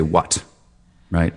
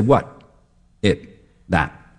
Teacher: So I'm doing the tea shape with my tongue. My tongue tip is going up, but I'm doing a glottal stop at the same time. · Shown in: second take